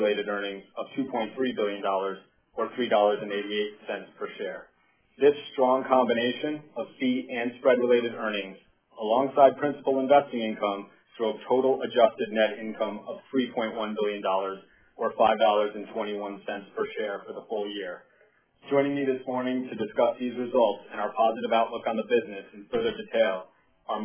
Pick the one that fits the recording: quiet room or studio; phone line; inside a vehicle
phone line